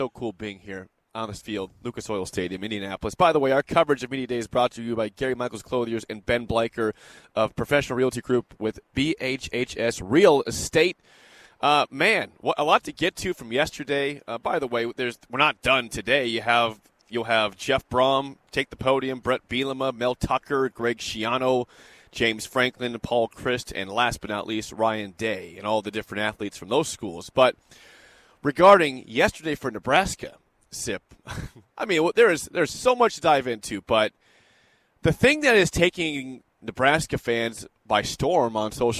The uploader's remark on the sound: Live from Big Ten Media Day in Indianapolis. Coverage of 2022 B1G Media Days at Lucas Oil Stadium in Indianapolis.